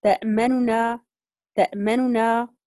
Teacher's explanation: سنختلس حركة الضمة التي في النون على أصلها، إذن حتى نبين أنها مضموم. · Term: الاختلاس